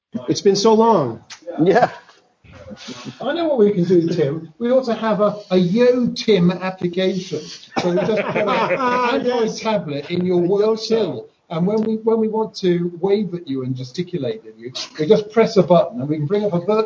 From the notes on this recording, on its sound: Live from Lisbon at the site of TADHack 2015. The crowd gathering for the TADHack event this weekend.